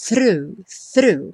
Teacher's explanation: é só botar a ponta da língua lá no dente e trazer já puxando o R